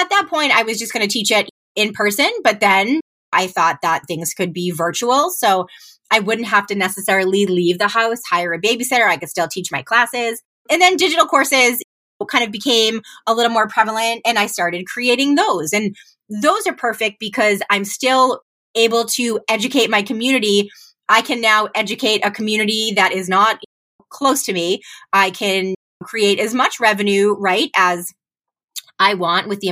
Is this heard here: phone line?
no